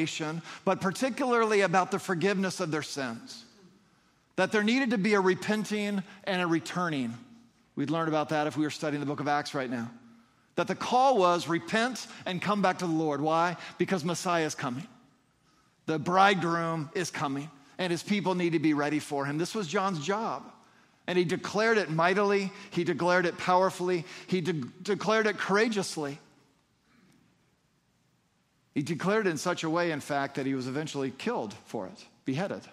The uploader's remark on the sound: Sunday morning services of Boca Raton Community Church in Boca Raton, Florida